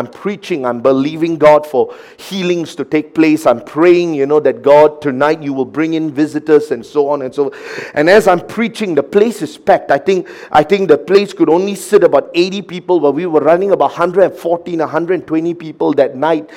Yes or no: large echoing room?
yes